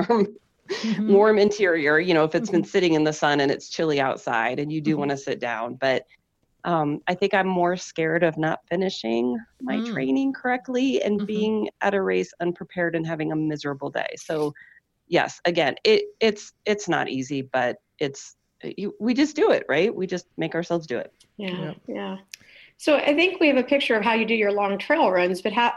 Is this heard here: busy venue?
no